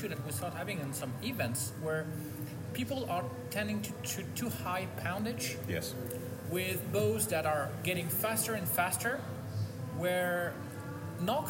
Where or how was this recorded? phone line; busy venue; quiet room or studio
busy venue